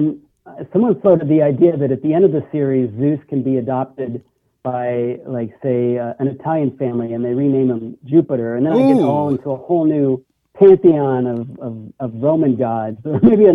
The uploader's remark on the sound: called